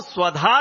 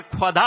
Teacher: ऐसा करके है, मूर्धन्य श है और उसको ख पढ़ते हैं। अवेस्ता भाषा में ये दंती स को, सड़क वाला स को ख बोलते हैं · Shown in: second take · तो वो स्वधा जो है अवेस्ता भाषा में खधा हो